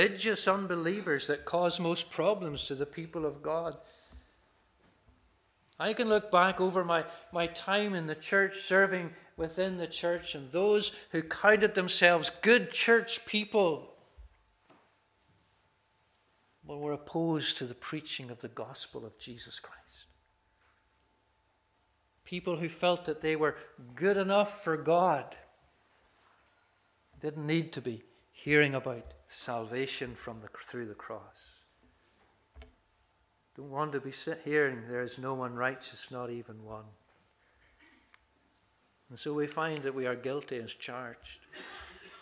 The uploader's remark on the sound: This is the recording of the Bible reading and sermon from our morning service.